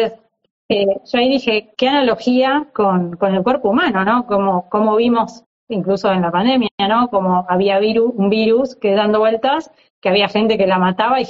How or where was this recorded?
video call